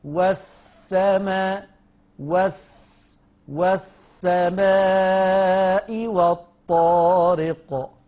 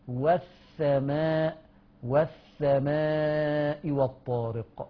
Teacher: بدل مخرج، تبديل مخرج يبقى غير من سين لثاء، ولما خرج لسانه مع السين وقلبها الى ثاء خلاص ما بقاش في صفير · Shown in: second take · ما بقاش فيه صفير، فعطل الصفير وبدل المخرج فتحولت السين الى ثاء.